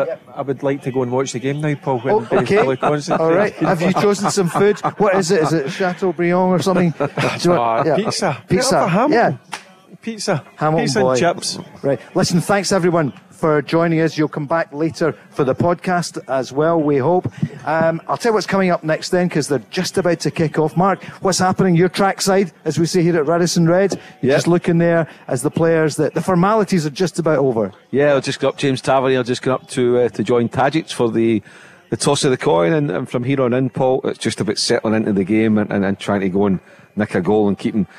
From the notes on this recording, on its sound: LIVE from the Radisson RED in Glasgow.